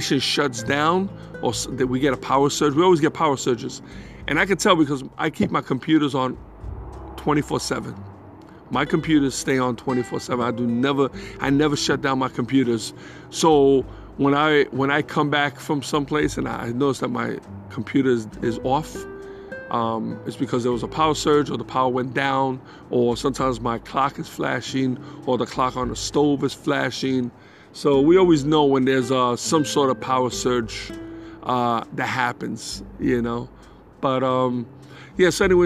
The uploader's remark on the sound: In this Episode, I record from outside my house.